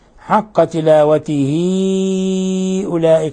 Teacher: آتيناهم الكتاب يتلونه حق تلاوته، حق تلاوته أولئك حالة الوصل، حالة وصل الهاء بالهمزة تصبح من قبيل المد المنفصل، وهذا يسمونه مد صلة كبرى، مد صلة كبرى، لأن الكسرة أشبعناها فانقلبت ياء، ولما انقلبت ياء صارت حرف مد، ولما جاء بعد حرف المد الهمز صار مد منفصل.